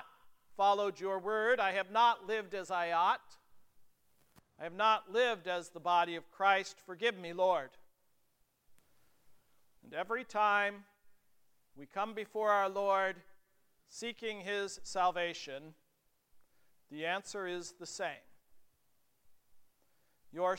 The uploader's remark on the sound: The Concordia North and Concordia South Circuits worked together for a Reformation Service at Grace Lutheran Church, Lexington.